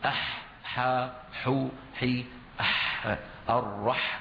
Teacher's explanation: كتب الحاء من وسط الحلق